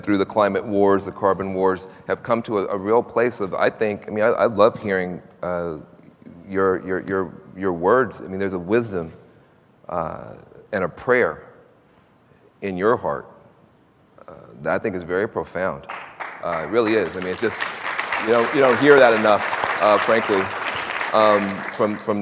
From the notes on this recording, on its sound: The best of live interviews from GreenBiz events.